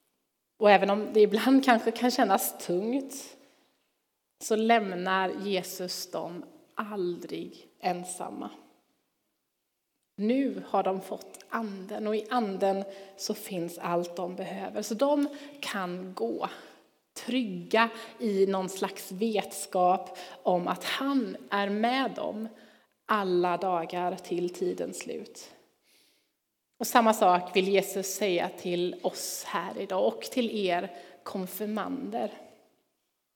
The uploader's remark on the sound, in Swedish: Inspelning från Immanuelskyrkan Skövde.